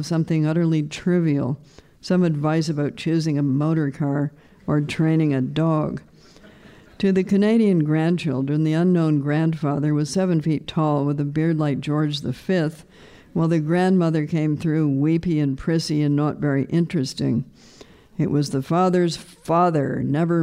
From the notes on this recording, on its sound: This is the first episode of the New Yorker Fiction Podcast to be recorded in front of a live audience. It was taped at the Hot Docs podcast festival, in Toronto.